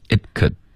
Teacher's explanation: it 的这个 t 爆破呢省略，我们不要爆出来，只要舌尖顶上颚而已